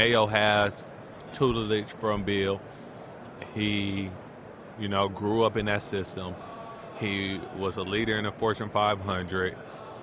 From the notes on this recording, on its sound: live on Radio Row for the Super Bowl